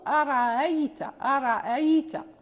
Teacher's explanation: فالهمزة الثانية مسهلة للإمام نافع، للإمام نافع، فيقرأ أرأيت، أرأيت، يعني لا نحقق الهمزة الثانية، الأولى محققة والثانية بين بين